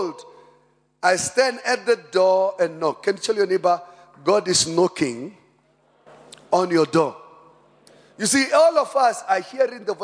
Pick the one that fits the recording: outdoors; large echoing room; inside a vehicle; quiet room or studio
large echoing room